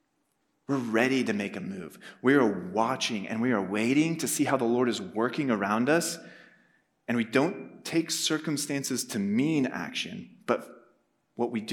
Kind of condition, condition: setting, live audience